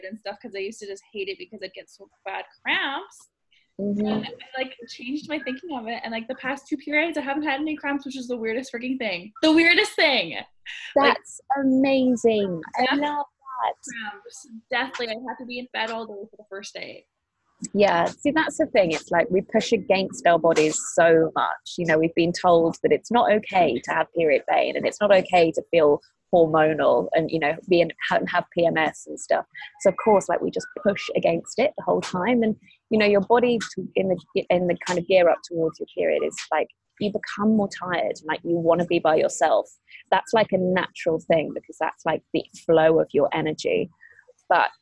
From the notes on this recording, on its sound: we did this interview via skype